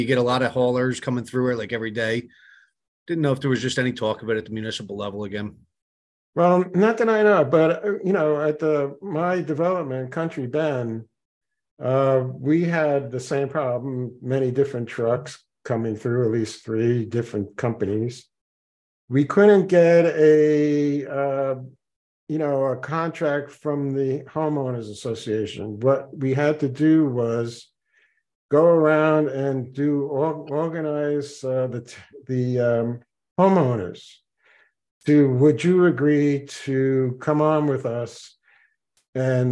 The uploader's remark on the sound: Participants in the 22 May 2023 Meet Mack Monday Zoom meeting.